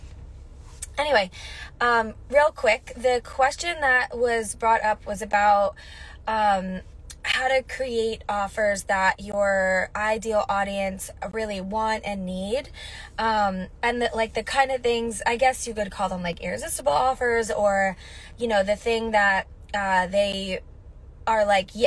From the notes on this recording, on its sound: Quick solo mini-episode from my car! I did an IG Live and wanted to share it here on the podcast.